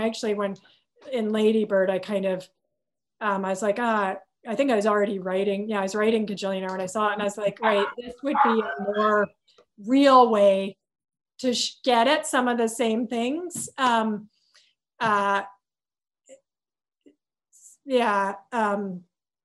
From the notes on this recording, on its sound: virtual Q&A